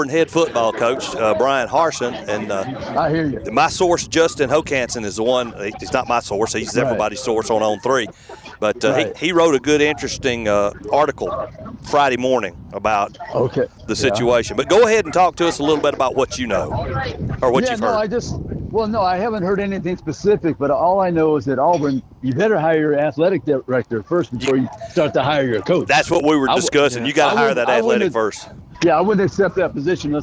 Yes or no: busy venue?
yes